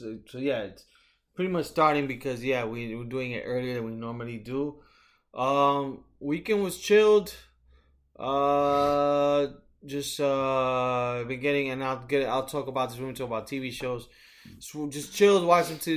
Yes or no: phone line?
no